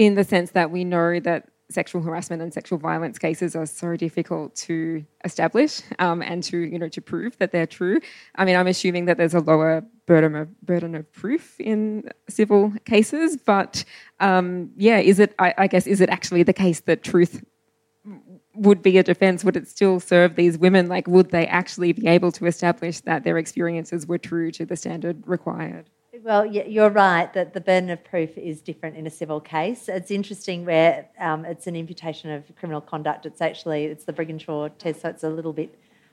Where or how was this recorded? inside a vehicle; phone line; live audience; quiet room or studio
live audience